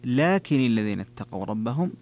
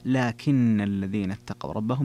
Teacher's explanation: جميع القراء قرأوا لكن الذين اتقوا ربهم، أما أبو جعفر فقرأ لكن الذين اتقوا ربهم بتشديد النون · Shown in: second take